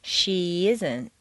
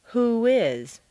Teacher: Add a y glide after an e sound and a w glide after an oo sound. · Term: vowel-vowel liaison